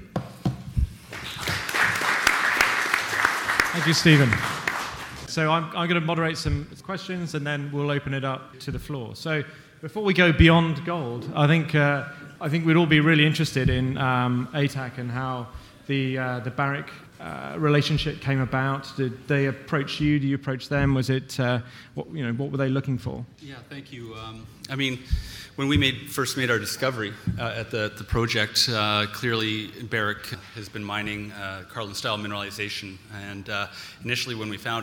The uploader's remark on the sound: Highlights from the Canadian Mining Symposium in London. A panel session.